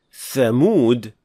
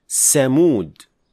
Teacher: when producing tha, some learners mispronounce it as seen. So instead of saying thamud, they would say samud.